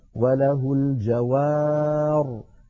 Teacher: فنقف عليها اضطرارا أو اختبارا وله الجوار، هكذا من غير ياء كما وصلنا